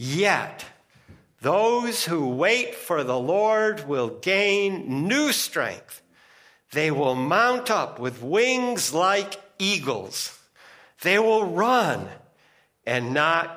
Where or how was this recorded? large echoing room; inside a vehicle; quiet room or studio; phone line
large echoing room